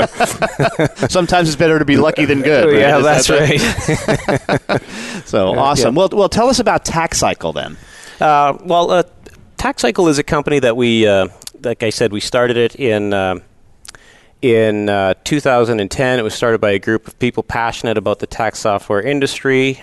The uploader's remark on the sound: Live Broadcast at the The IPBC IGNITE Conference.